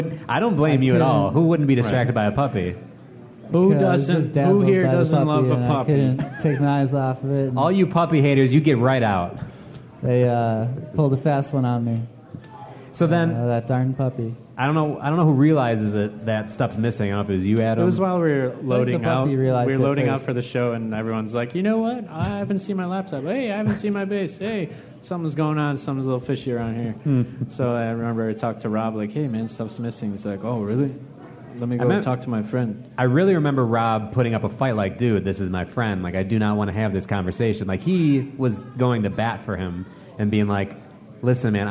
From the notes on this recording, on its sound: So, what better format than a live episode? This was recorded live at Epic Deli and the event raised over $500 for The Oasis in Grayslake!